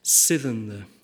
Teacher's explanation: Sithen the absolutely insists on being pronounced as a stressed syllable followed by two unstressed syllables